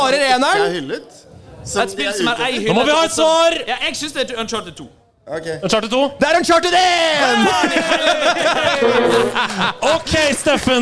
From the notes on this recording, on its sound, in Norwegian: LIVE FRA TILTCAST 2023. Det var mye folk og ganske dårlig lyd, og derfor følte vi at vi måtte rope en del. I tillegg var eksporten som kom ut dessverre ikke så godt miksa.